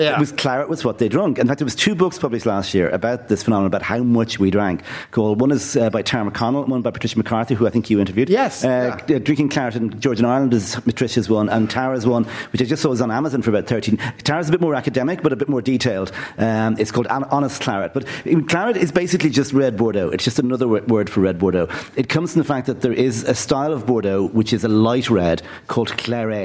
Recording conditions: busy venue